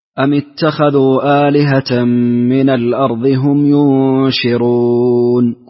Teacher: قصرت المنفصل، اسكنت ميم الجمع